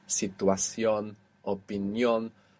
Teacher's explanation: all of these ION words that all have their accent on the end, situación, opinión, they all have a written accent there on the end.